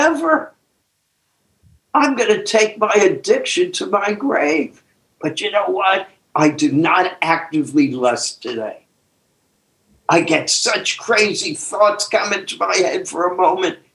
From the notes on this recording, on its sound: took us on a zoom journey